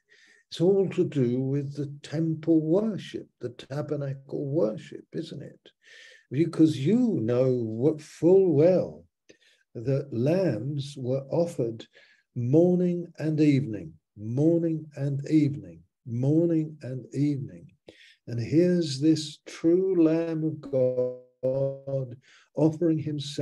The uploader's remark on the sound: Malaysia Meets (Zoom)